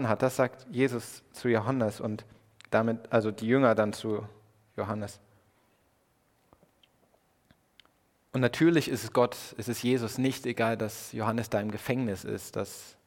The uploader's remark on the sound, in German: Predigt im Rahmen des GreifBar+ Gottesdienstes